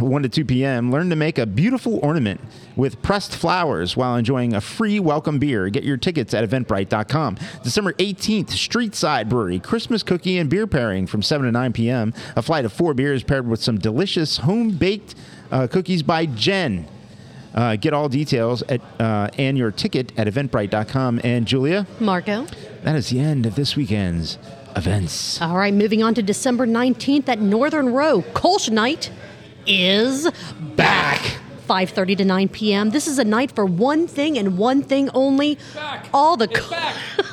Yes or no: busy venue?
yes